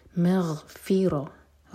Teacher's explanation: غین پر سکون ہے جھٹکانا وہاں پر